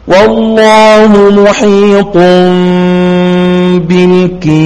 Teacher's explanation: عندنا دوري أبو عمرو ليس له إلا إمالة الكافرين، أما دور الكسائي له إمالة آذين مع الكافرين.